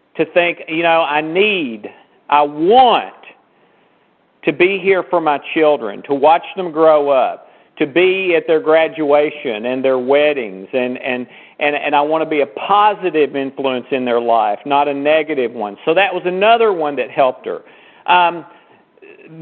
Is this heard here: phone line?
yes